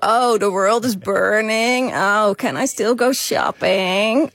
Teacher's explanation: Ja, ik vraag mij al heel lang af waarom zoveel Amerikaanse vrouwen met zo'n verveelde, krakerige stem praten · Term: vocal fry